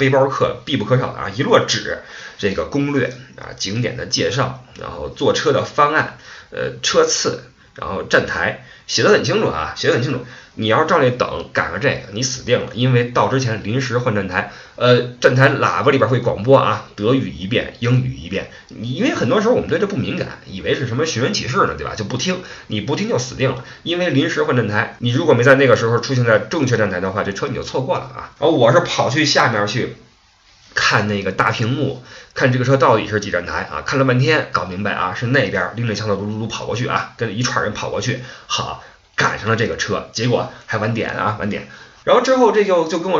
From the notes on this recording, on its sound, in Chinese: 本期备用话筒录音，音质多担待。